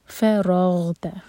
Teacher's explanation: فَرَغْتَ فَا light اور رو heavy, منہ بھر کر پڑھیں گے رو کو اور غین پر جھٹکا نہ ہو. فراغ نہیں ہوگا، وہ قلقلہ ہو جائے گا.